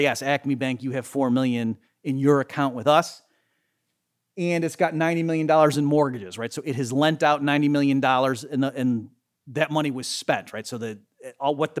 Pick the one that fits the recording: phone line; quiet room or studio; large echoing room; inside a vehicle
large echoing room